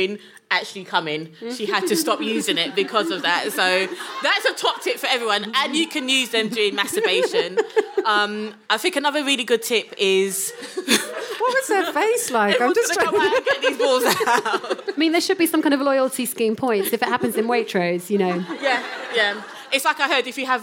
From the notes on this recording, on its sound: For this special live episode, recorded at White City House